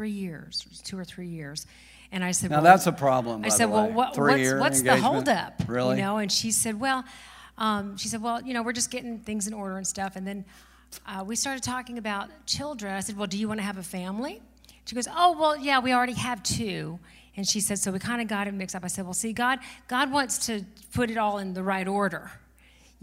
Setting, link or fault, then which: setting, large echoing room